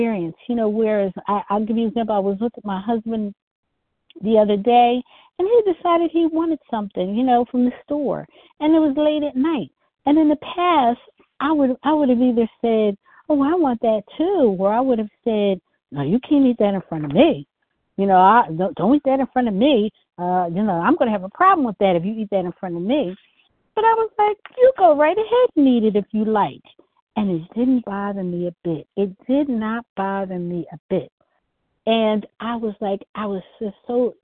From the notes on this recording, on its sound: co-share from the 100 Pounders Phone Meeting